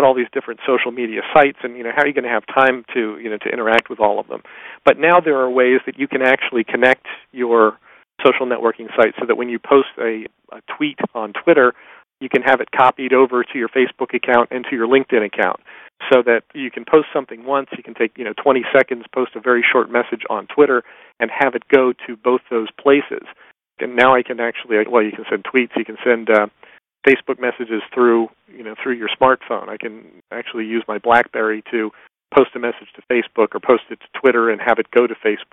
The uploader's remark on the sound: In this excerpt from a live Top Secrets teleconference